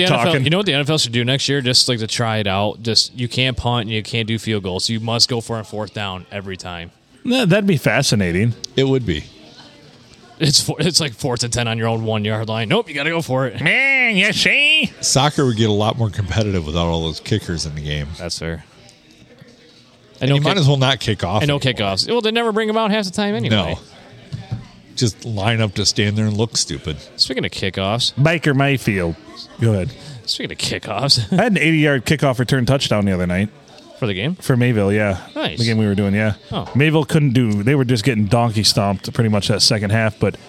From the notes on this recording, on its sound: Recorded at the Blue Water "Sports" Bar and Grill on a Sunday.